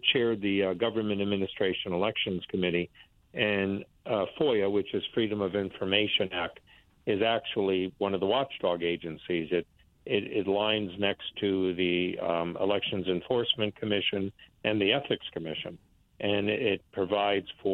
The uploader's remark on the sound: called